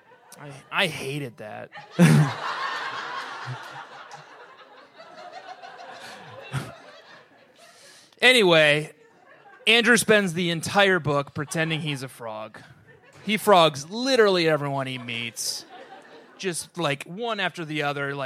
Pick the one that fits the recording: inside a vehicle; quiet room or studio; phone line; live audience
live audience